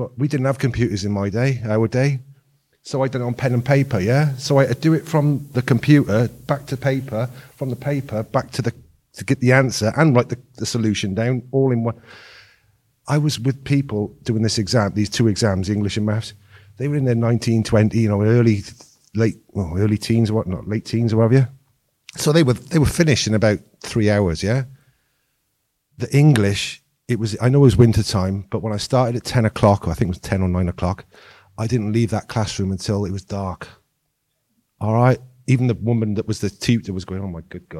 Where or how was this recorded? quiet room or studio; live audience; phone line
live audience